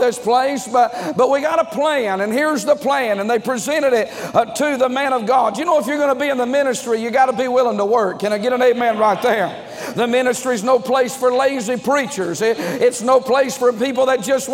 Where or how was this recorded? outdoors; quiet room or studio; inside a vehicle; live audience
live audience